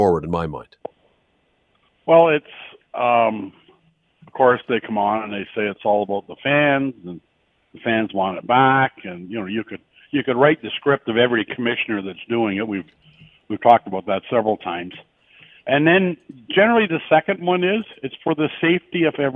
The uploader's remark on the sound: opens up the phone lines to get your take